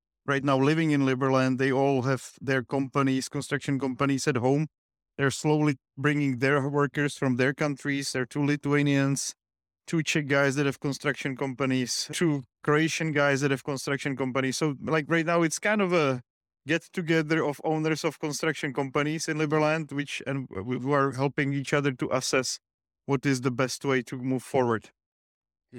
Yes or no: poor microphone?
no